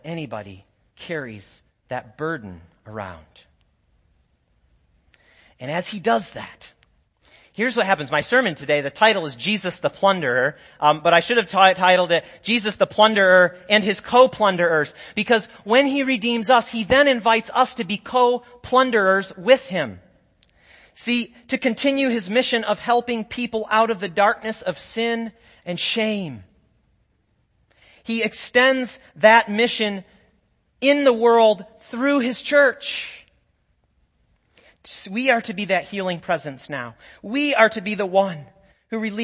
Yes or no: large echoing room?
yes